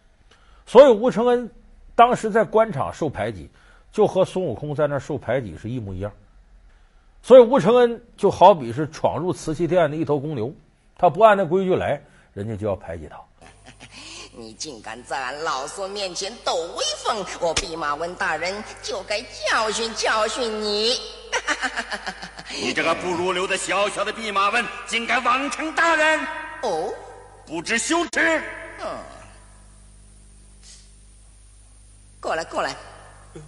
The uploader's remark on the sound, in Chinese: 還有聽故事的觀眾